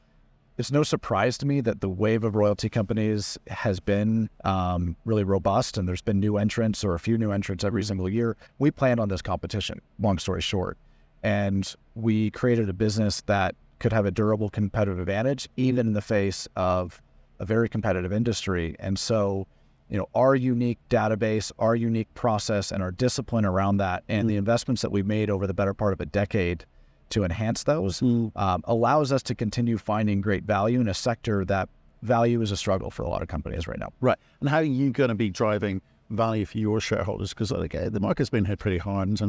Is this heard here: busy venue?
yes